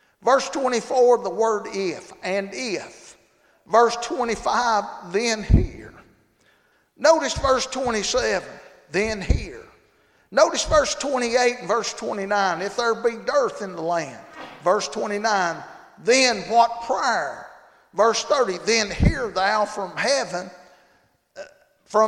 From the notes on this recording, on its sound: Monday Evening service at Calvary Baptist